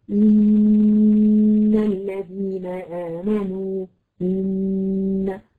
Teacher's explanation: النون المشدده هي عباره عن نونين، زمن الغنه بتاعتها بتكون اطول من النون العاديه. انت بتحطي لسانك في نفس المخرج.